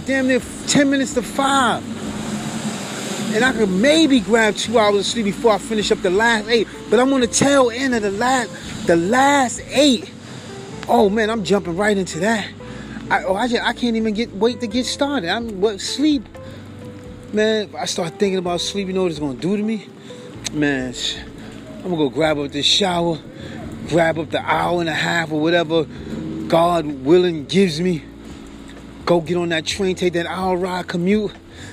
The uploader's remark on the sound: walks 3 miles in his own shoes while recording in the rain